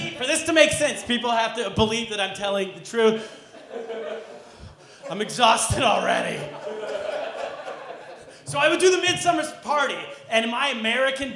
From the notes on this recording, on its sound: Are live from Stand Up NY Comedy Club in Manhattan. This action-packed live show.